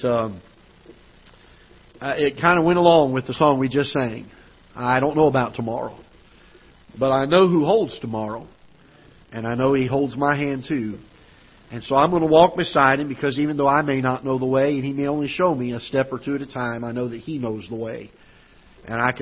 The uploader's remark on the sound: Ketha Heights Baptist Church ~ Live Broadcast